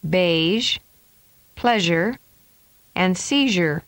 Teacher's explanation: The tongue forms a seal around the palate, with the sides of the tongue touching the back molars. Voicing begins as air is continuously released between the tongue tip and the roof of the mouth, creating a noisy airstream. · Term: zh sound